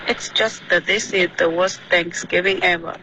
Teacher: This is 的这个 z 的音丢了没听见